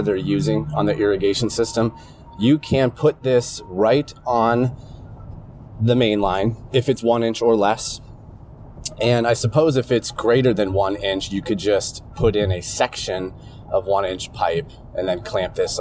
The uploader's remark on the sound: I'm in my truck right now driving to my office. Audio diary today. I'm running an experiment right now because I have a brand new wireless laier microphone that I got on Amazon. This unit has two mics. This is going to be an experiment, uh, just to see if the audio quality is good enough in the truck. The Audiotechnica ATR2100 is connected to USB to Lightning.